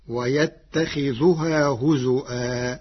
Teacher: أما كلمة هزوا فقرأها بالهمز مكان الواو فتصير ويتخذها هزوا.